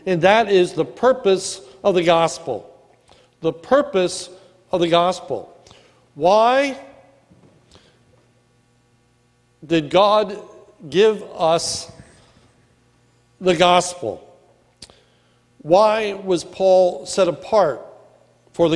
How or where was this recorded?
large echoing room